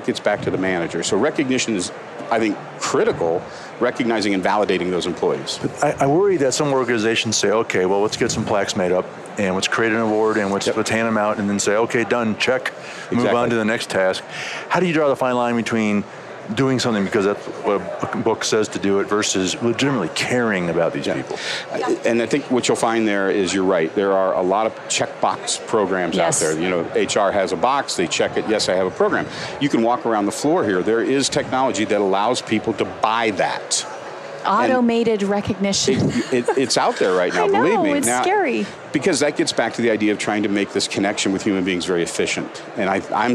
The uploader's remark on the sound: LIVE from Las Vegas, at #HRTechConf